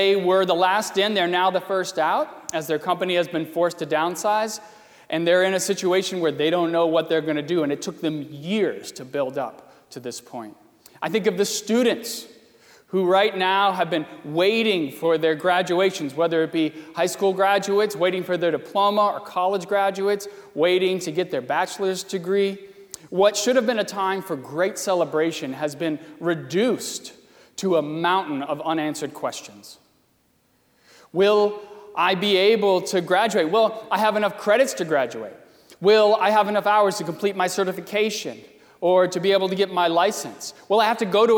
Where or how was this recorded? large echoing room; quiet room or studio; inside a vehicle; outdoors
large echoing room